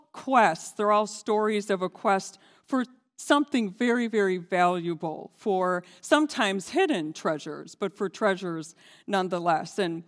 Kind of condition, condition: setting, large echoing room